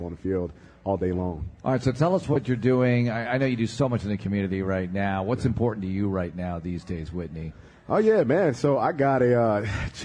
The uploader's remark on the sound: LIVE at Fuddruckers